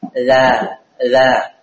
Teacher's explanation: Huruf la itu letaknya ujung lidah dengan ujung dua gigi seri atas.